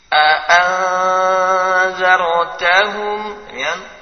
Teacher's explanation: jadi Hamzah tertahan, tertahan nafas dan suara serta dibaca tipis. Nah, demikian pula tidak menempel ke langit-langit atas.